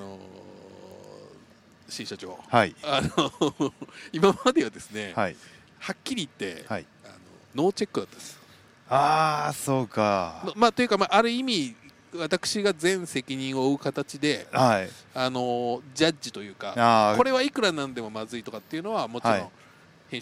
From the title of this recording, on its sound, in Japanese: タクシー移動中に緊急収録